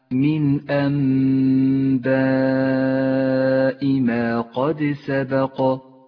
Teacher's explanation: النون الساكنة وبعدها حرف الباء، الحكم هنا إقلاب. تقلب النون الساكنة إلى ميم، تغن الميم بمقدار حركتين · Term: الإقلاب